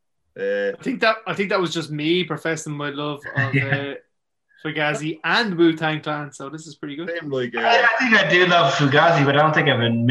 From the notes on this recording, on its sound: Lockdown. Another Zoom.